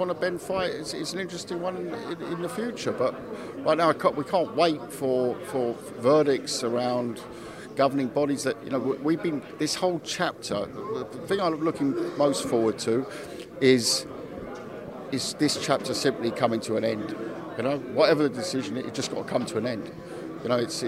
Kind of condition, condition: setting, busy venue